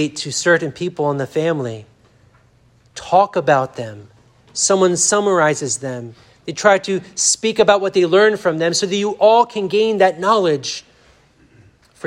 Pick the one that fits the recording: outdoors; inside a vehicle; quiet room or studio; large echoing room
large echoing room